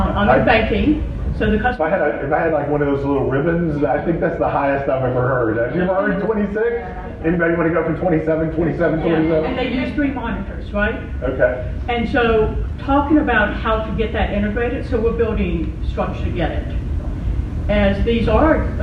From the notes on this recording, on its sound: Live ICMI show from Chicago. Live show with an in studio audience.